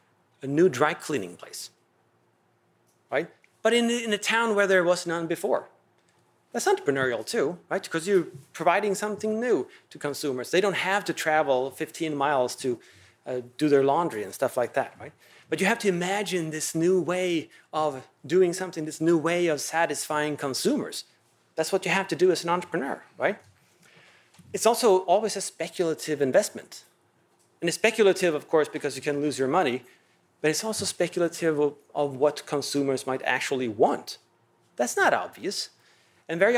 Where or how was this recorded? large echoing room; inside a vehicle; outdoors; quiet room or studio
large echoing room